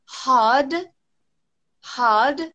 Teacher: There is basically no R.